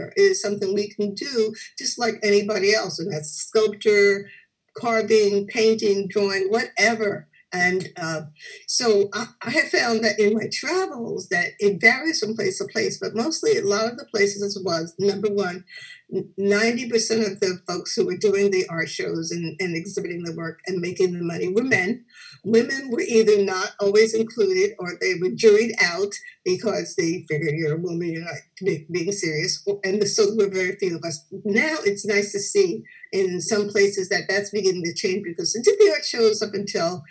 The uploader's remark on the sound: Seven Zoom panellists gently pass the conversational ball back and forth. Edison Public Library ; a town with the motto “Let There Be Light”, hosted the live-streamed event in the early hours of a quiet, dark London night in March, contrasting with the bright, sunny Edison evening, slipping into twilight, Eastern Time.